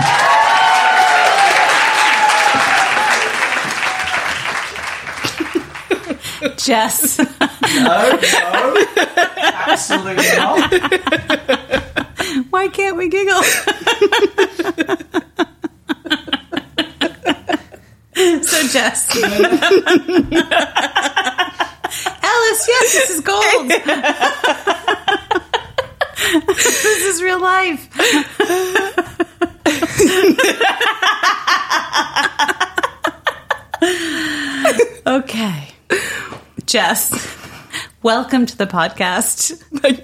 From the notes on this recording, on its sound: shocking the audience into laughter